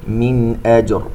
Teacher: نون ساكنة وبعدها همزة إظهار